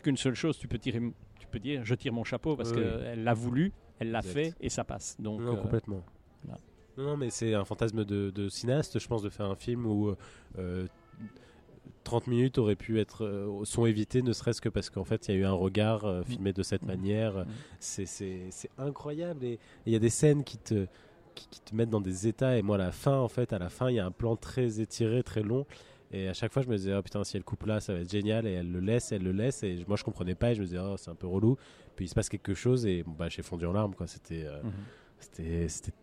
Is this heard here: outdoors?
yes